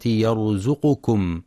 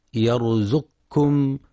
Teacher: ينتبه القارئ لتحقيق ضم القاف في كلمة يرزقكم، فلا يقرأ يرزقكم بسكون القاف · Shown in: first take